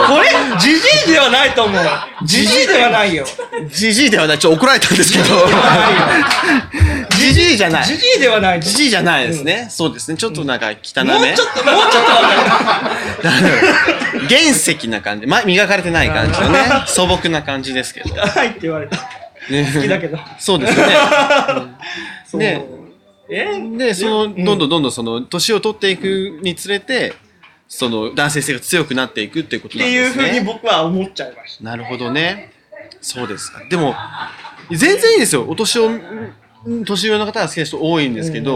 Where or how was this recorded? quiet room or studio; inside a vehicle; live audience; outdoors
live audience